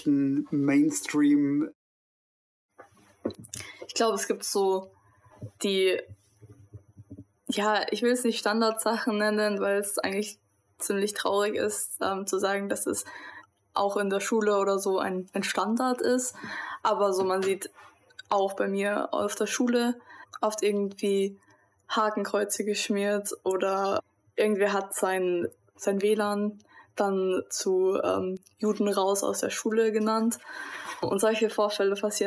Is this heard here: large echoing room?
no